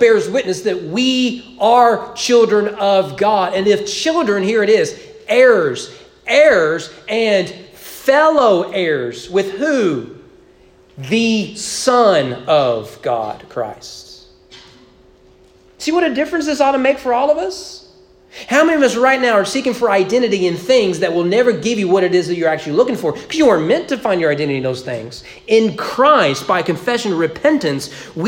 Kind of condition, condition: setting, large echoing room